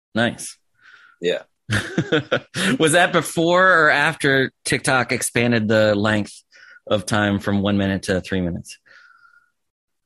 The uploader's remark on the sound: sat down with me over Zoom